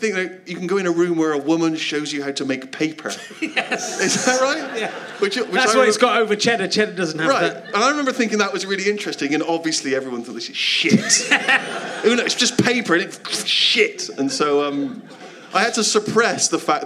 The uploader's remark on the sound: Leicester Square Theatre Podcast